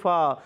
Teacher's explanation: پہلا حرف فا، فا کی ادائیگی اوپر والے دانتوں کے کنارے جب نیچے والے ہونٹ کے تر حصے سے لگتے ہیں تو ادا ہوتا ہے فا